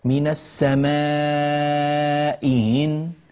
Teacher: وهو إبدال الهمزة الثانية ياء مادية. فنقول من السماء إن، هكذا كما تلاحظون، من السماء إن كنت من الصادقين، والياء طبعا تمد بمقدار 6 حركات لأن بعدها نونا ساكنة، فما دام حرف المد جاء بعده ساكن فلا بد من مده 6 حركات.